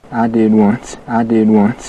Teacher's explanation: Listen to the vowel in one and once, how it's all the way back in his mouth.